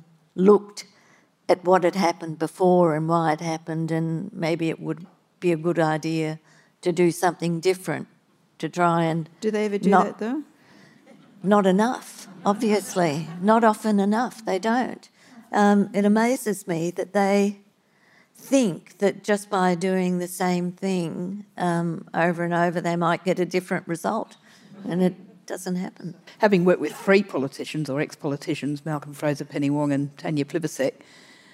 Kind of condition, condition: setting, live audience